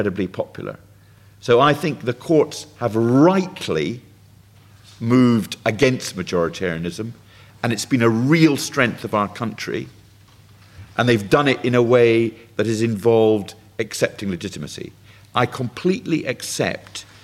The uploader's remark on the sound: Audience Questions